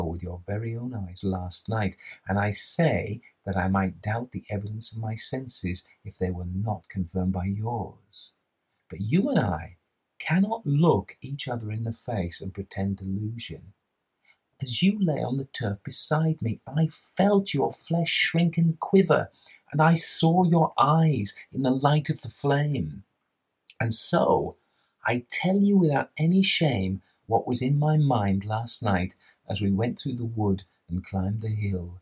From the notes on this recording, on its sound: This is the audio extracted from the edited version of my live reading of the Shining Pyramid by Arthur Machen. All the audio is there (some of the live cut out). There are two microphones in this: the streamed version which is compressed and a little fuzzy and the camera microphone which is tinny.